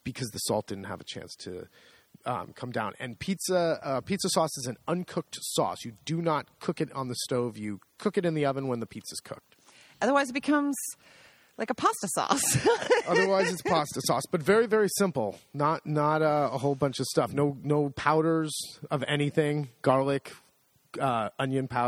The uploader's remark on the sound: This week’s podcast we sit outside, mid-day on the patio